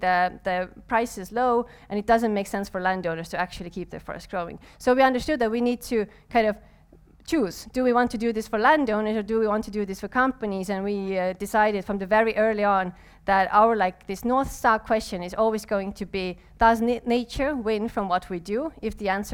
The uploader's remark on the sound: live recording during cc: Nights in Tallinn